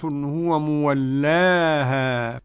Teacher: الكسر بتاع اللام ده ينطقه بالفتح الإمام ابن عامر. كملة الكاف رمز لابن عامر.